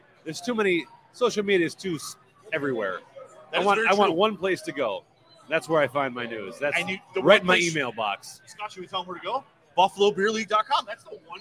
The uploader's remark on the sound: We're live at Nickel City BrewZ in Depew/Lancaster for The 2023 Buffalo Beer Geeks Scavenger Hunt Launch Party!